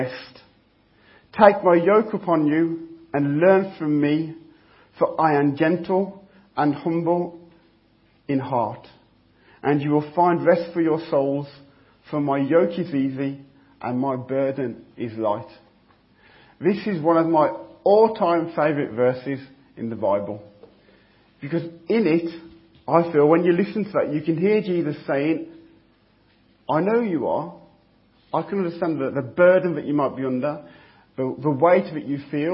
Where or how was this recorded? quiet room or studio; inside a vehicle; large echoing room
large echoing room